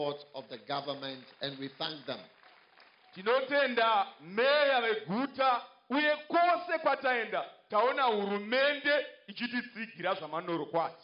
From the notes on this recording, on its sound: Preached at the Healing Jesus Campaign in Kwekwe, Zimbabwe.